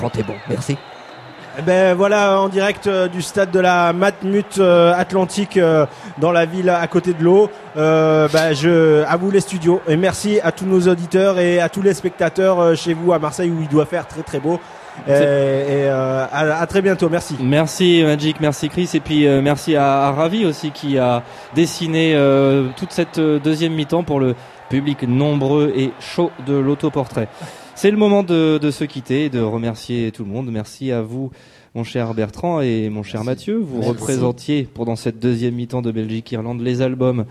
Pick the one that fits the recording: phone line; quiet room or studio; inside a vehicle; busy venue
busy venue